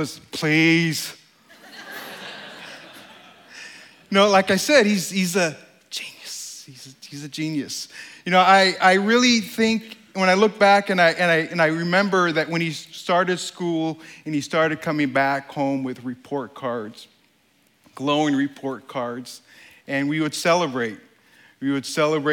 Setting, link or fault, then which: setting, live audience